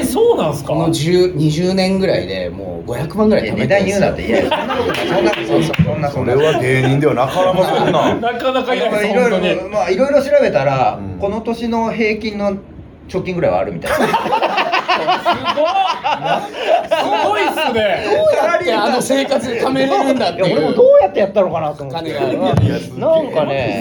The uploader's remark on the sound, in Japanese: 公開収録